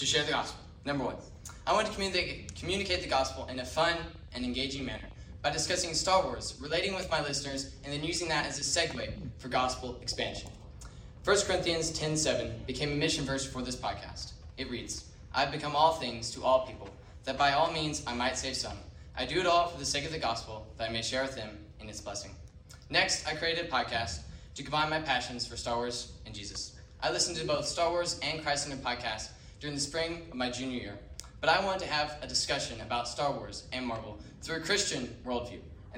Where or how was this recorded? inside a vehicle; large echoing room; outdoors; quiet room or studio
large echoing room